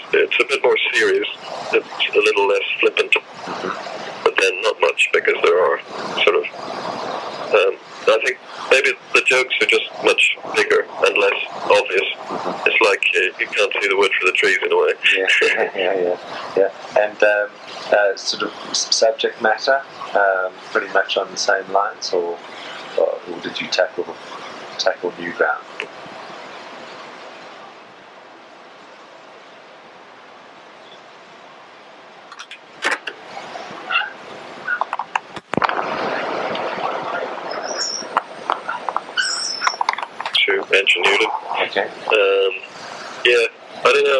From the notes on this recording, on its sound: this is that analogue, 1998, recording, warts, and all (apologies)